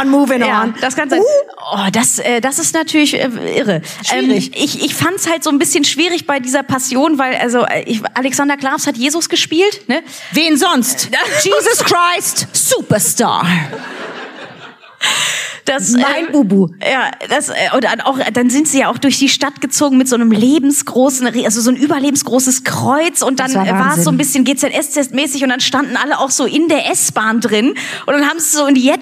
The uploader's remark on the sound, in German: Live aufgenommen kurz vorm großen Fest in Köln - mit Publikum, Video und literweise Nuts & Nougat!